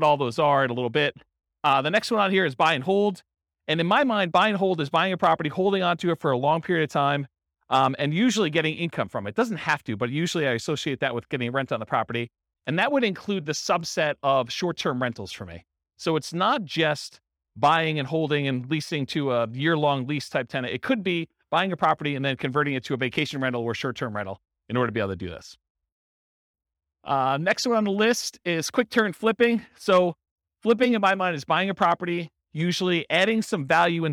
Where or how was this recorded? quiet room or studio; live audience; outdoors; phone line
live audience